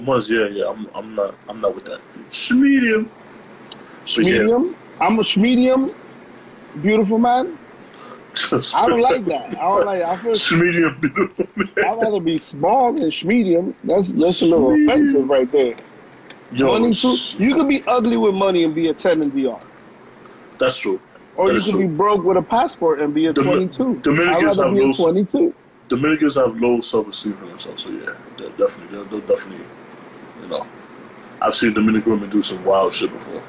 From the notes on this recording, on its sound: We back and had a recording problem so we decided to record via IG LIVE.